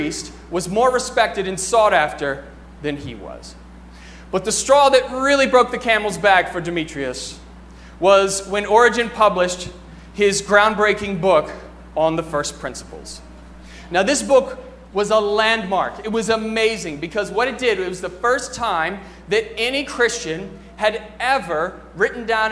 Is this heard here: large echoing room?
yes